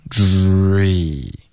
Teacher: 注意它是要有一个滑动的开头嘴唇是撅起来的然后结尾嘴唇就放松了这个变化很重要